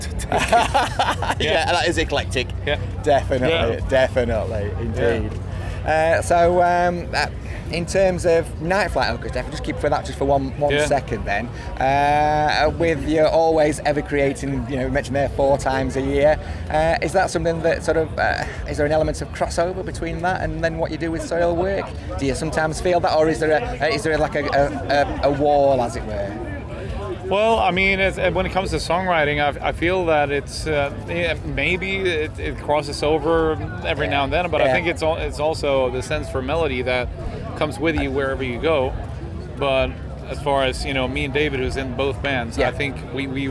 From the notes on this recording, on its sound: at this years Bloodstock Festival 2019